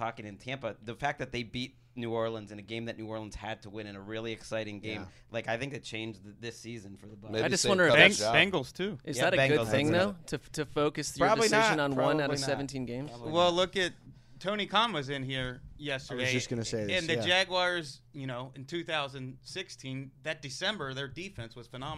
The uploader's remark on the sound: live from the Owners Meetings in Orlando